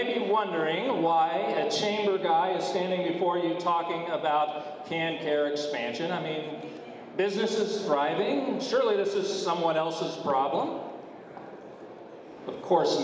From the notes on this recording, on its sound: the full audio from the Rally for KanCare Expansion held March 15, 2023